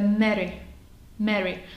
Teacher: Tam není nic společného s A. Tam neotevřete vůbec pusu na A